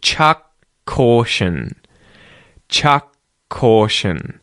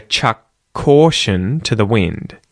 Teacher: So, you'll hear chuck caution, and that's because the mouth goes into the shape to make that k sound, the K sound, except it pauses for a brief second, okay? There's a delay there because there's two of these consonants next to one another.